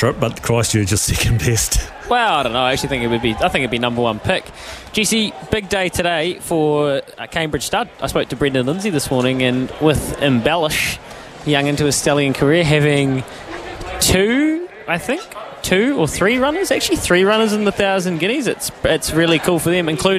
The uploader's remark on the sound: catches up with The Good Oil from Riccarton Park